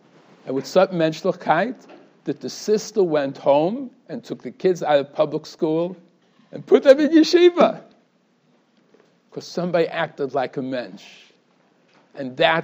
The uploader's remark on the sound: Shiur recorded in Yeshivas Ohr Reuven, Monsey, NY.